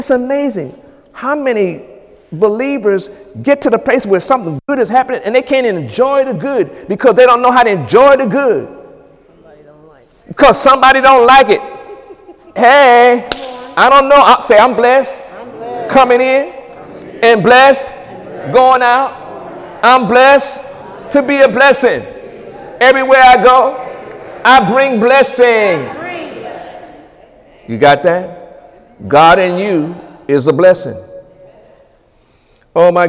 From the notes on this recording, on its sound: During Sunday morning service on January 28, 2018